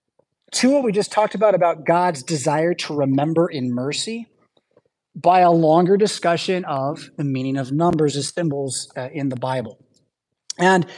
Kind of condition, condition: setting, large echoing room